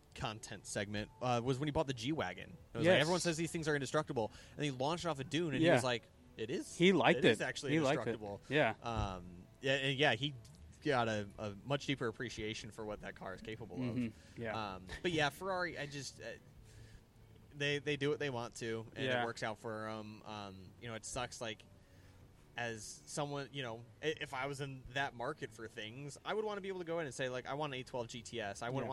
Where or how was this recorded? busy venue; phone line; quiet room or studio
busy venue